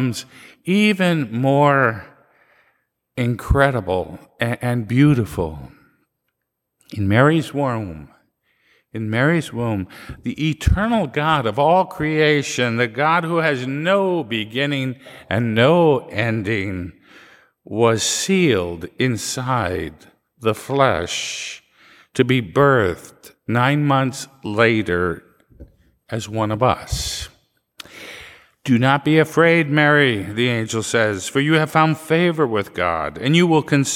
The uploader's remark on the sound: Live recording from 8 am Mass